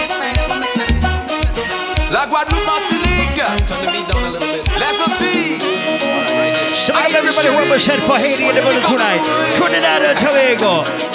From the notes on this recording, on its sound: LIVE AUDIO! A recording of my set at Island Saturdays on May 13th.